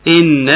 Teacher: حرف غنة مشدد يغنى مقدار حركتين